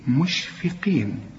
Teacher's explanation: الفه مرققة والقاف في آخر درجات التفخيم